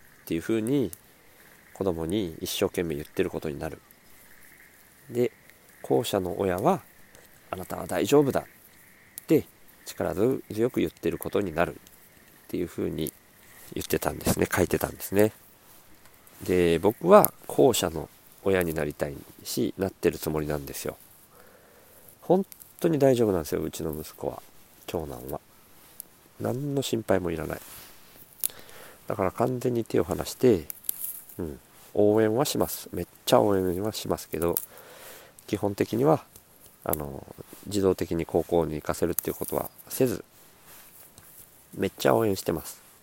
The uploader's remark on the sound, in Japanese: 苗代 に敷いた藁の隙間から生えたスギナを取りながら録音